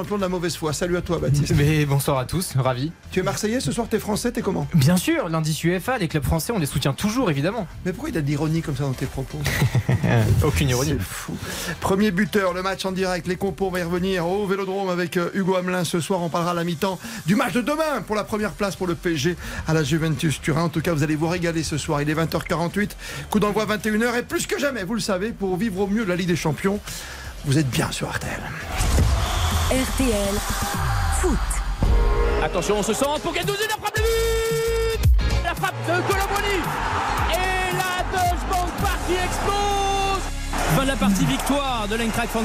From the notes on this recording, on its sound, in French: en direct du stade Vélodrome